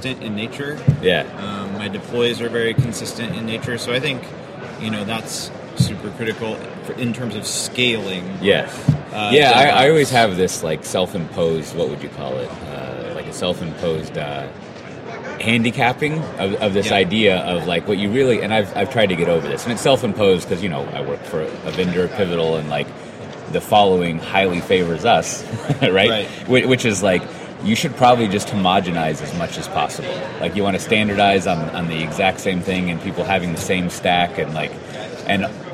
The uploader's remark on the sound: In this episode recorded at SpringOne Platform